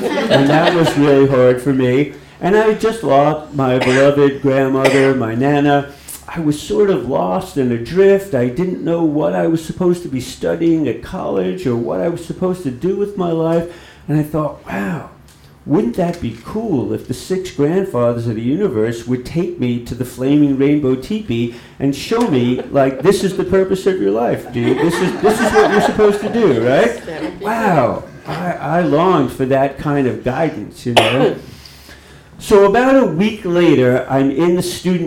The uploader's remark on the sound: ON THE ROAD SERIES. Live in Port Orford, OR. Portland Story Theater.